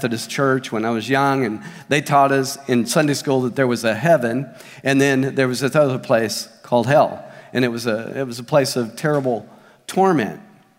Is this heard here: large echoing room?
yes